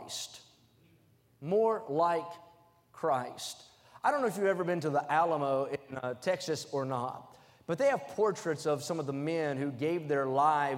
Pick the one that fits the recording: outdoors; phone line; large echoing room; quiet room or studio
large echoing room